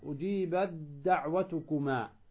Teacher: تدغم التاء في الدال